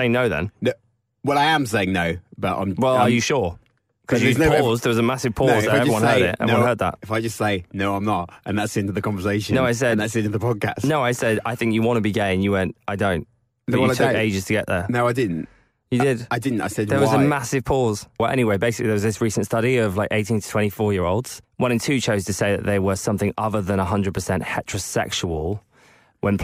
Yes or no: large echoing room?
no